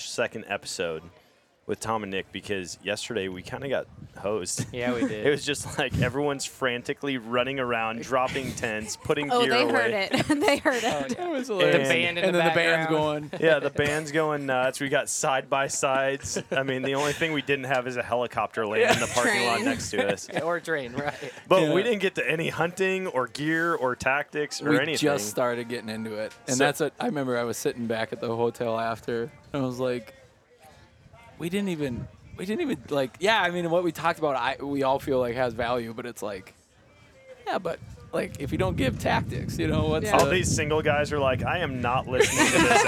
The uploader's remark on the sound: at The Nomadic Outdoorsman booth